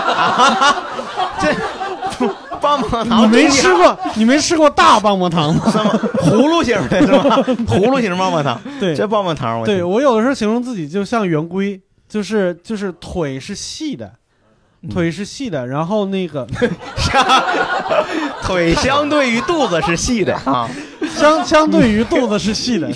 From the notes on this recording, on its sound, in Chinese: 携现场观众。由于最近没法举办线下录制。背景音乐-来自平台musicbed。